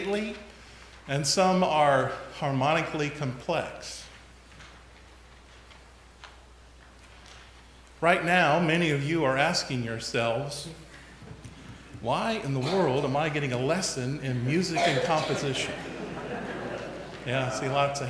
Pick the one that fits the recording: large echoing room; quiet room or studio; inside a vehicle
large echoing room